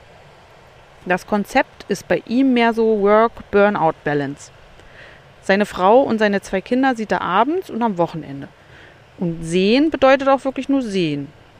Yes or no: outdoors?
yes